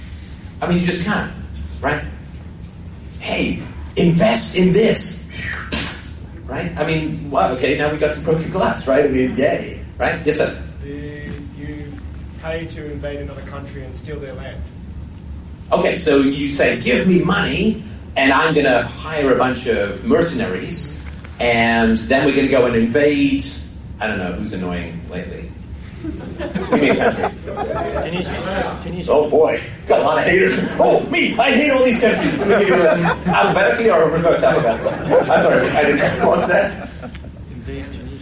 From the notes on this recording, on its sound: Speech recorded on April 12th at the Toronto Bitcoin Expo 2014.